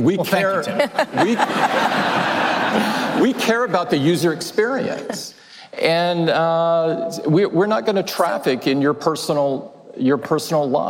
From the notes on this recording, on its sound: The interview was held in front of a live audience the day after Apple's education-focused event in Chicago.